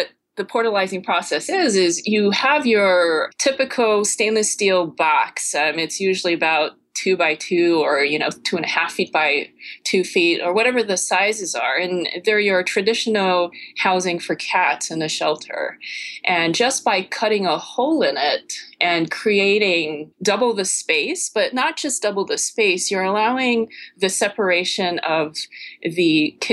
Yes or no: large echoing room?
no